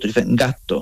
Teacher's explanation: La S la quita y alargas la T.